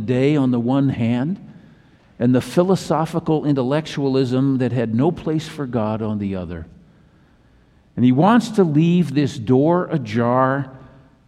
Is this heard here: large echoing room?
yes